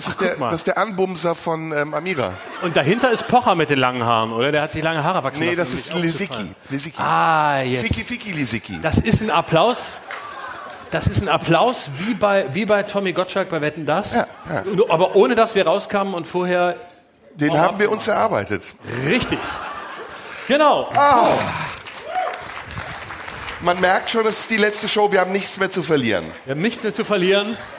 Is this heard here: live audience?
yes